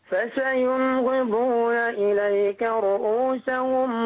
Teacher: أظهر النون في فسينغضون، النون الساكنة هنا أظهرها